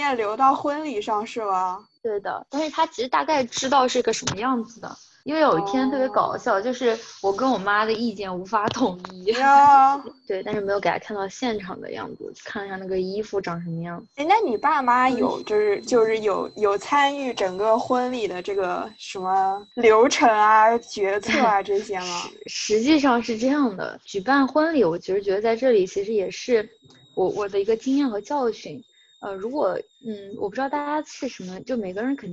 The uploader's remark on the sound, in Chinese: 这期节目因为网络连线有杂音。